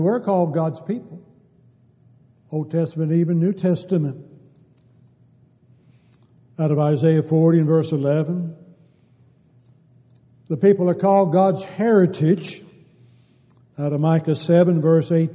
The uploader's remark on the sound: Downtown Church Of Christ Audio Sermon